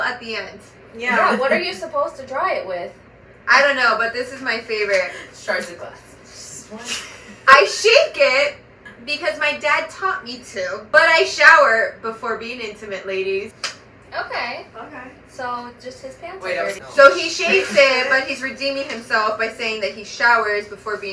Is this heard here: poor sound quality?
yes